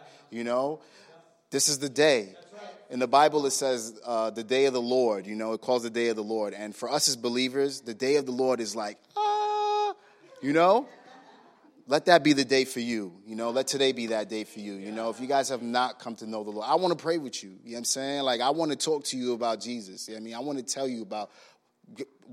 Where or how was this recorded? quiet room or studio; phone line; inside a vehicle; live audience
live audience